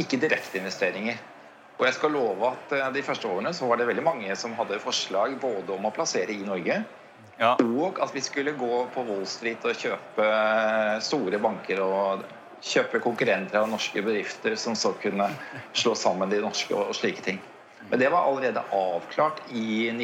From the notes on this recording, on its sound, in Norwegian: LIVE på ONS 2022.